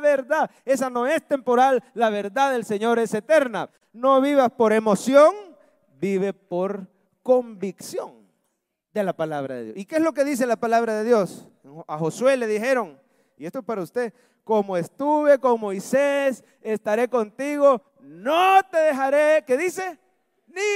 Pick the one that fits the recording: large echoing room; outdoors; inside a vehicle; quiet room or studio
large echoing room